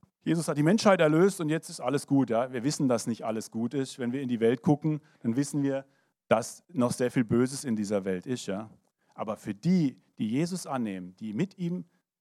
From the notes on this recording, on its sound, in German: 2023 in der Gemeinde Kaleo Schopfheim aufgenommen.